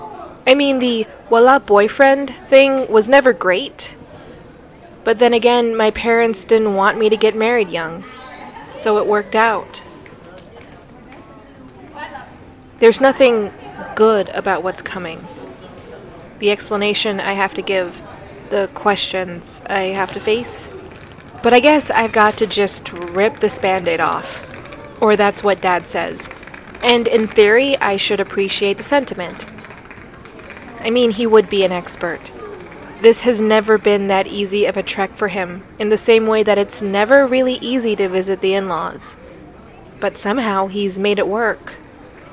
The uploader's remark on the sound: airports don’t make for great recording spaces